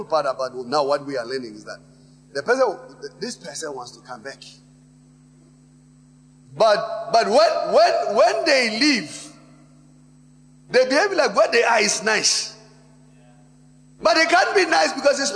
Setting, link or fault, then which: setting, large echoing room